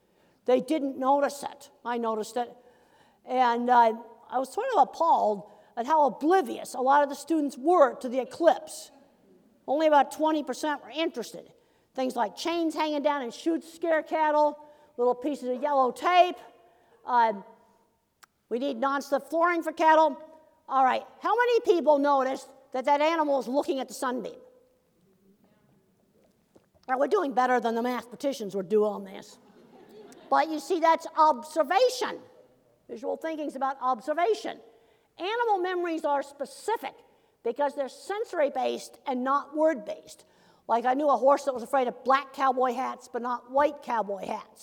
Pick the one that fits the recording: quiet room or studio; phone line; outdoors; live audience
live audience